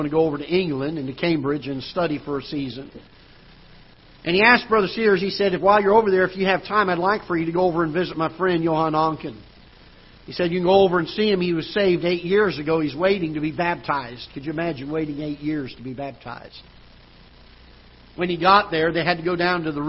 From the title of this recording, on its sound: Ketha Heights Baptist Church ~ Live Broadcast